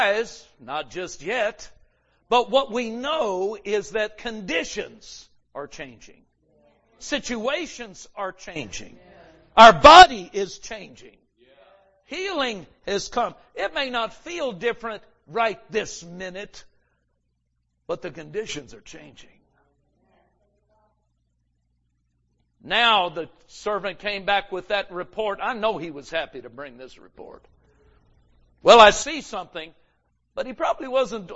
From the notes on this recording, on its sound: GRACE AND FAITH CAMPMEETING 2020. Recorded Live at Grace Harvest Church, Holiday, FL.